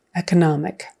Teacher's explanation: With a syllable stress on the next to the last.